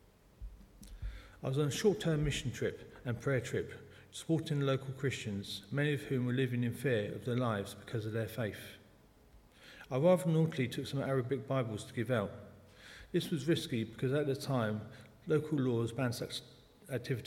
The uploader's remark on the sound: speaking at the 11 o'clock service